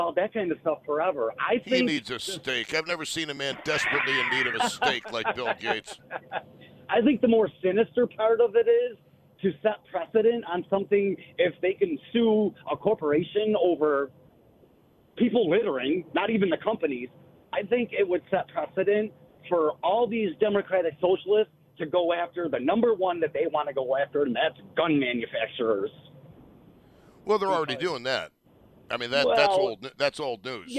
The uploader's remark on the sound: continues taking your telephone calls